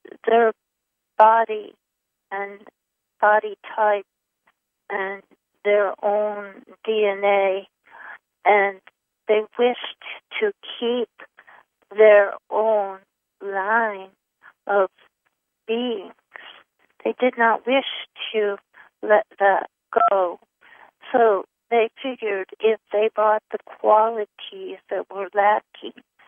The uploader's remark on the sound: Conference Call LIVE